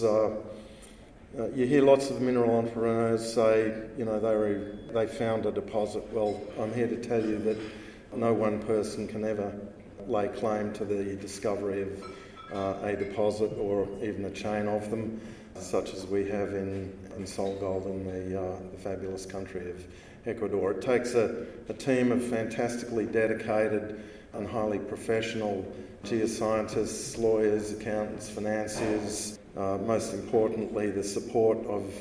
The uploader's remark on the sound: This podcast was recorded live at The Northern Miner's Canadian Mining Symposium held at Canada House at Trafalgar Square in London, U.K., in late May 2019.